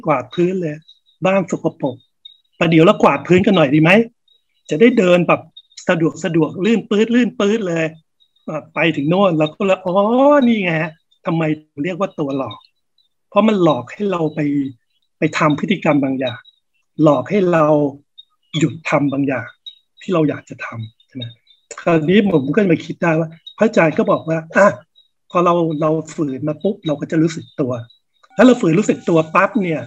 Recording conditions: video call